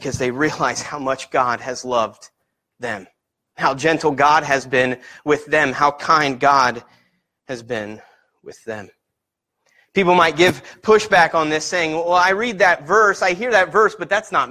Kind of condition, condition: setting, large echoing room